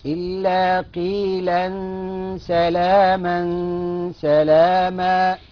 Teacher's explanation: بس الغنة هنعملها ترقيق، نرقق الغنة